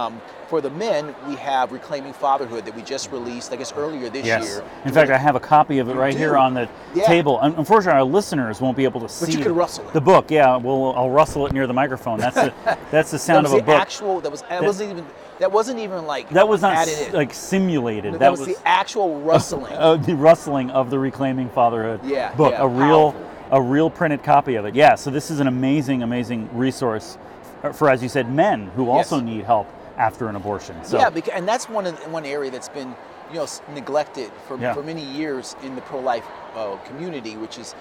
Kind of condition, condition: setting, busy venue